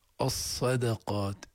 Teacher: الدال المرققة محشورة بين الصاد والقاف المفخمة